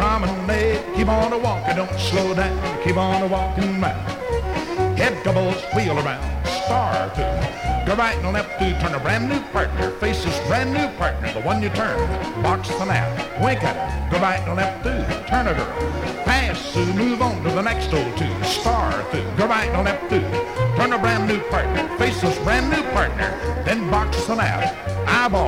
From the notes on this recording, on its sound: 1964 Blue Star Jubiliee in Houston, Texas. Track five, record TWO from the 1964 Blue Star Jubilee Square Dance held in the Sam Houston Auditorium.